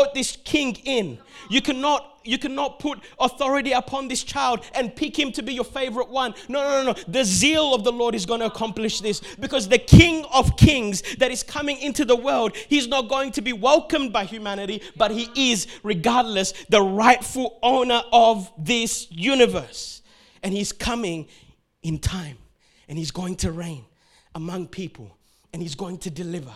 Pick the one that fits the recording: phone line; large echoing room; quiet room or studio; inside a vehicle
large echoing room